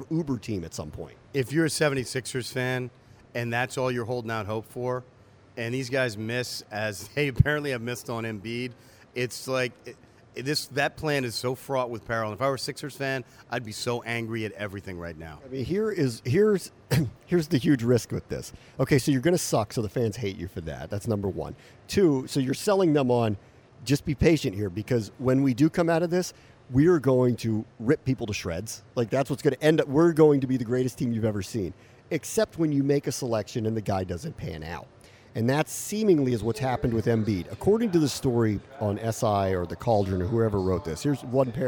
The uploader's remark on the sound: There’s no better place for our resident pair of degenerates to record their latest show than the racetrack. Posted up at Laurel Park for Maryland Millions Day. Taking wild race predictions from a nearby pair of mother-daughter prognosticators.